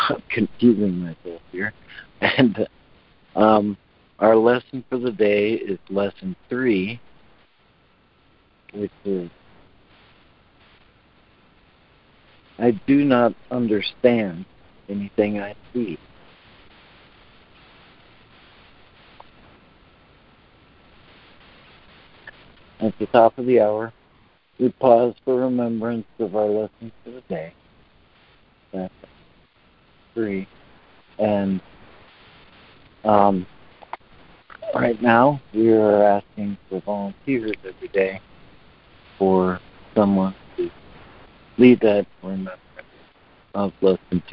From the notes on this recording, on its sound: ACIM Daily Conference Call